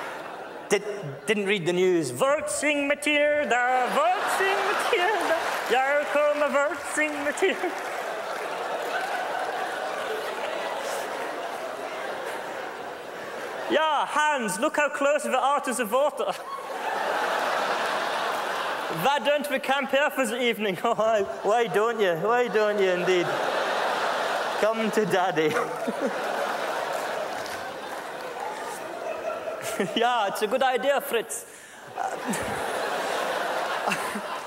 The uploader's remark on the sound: This Scottish-Indian comedian is massively popular with the JFL crowd! Performs at the 2007 Just for Laughs Festival in Montreal.